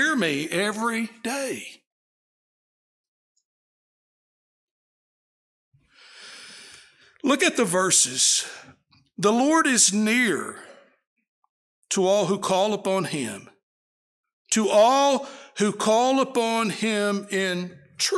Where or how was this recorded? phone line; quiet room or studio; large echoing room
large echoing room